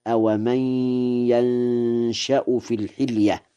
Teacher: قوله تعالى: أومن ينشأ في الحلية، قرأ ورش ينشأ في الحلية بفتح الياء وإسكان النون وتخفيف الشين مع الإخفاء من نشأ لازم مبني للفاعل، فيقرأ هكذا: أومن ينشأ في الحلية.